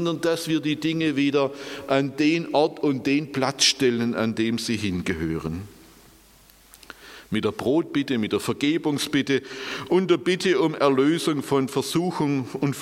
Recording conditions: large echoing room